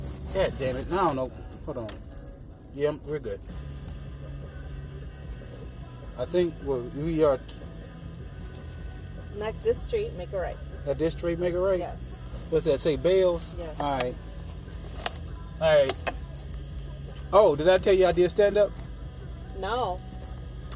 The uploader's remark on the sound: Bonus episode in the car